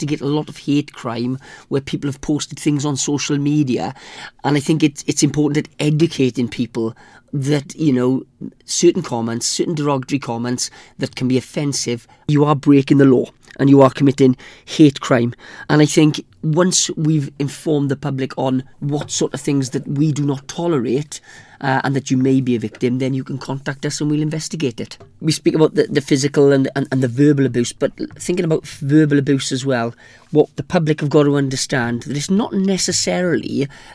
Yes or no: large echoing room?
no